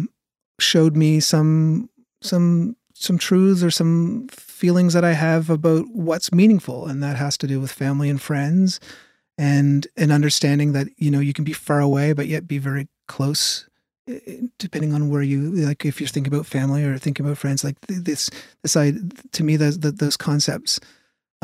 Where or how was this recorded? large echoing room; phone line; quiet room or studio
quiet room or studio